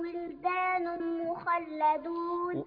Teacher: هنا عندنا تنوين وبعده الميم، هنا إدغام بغنة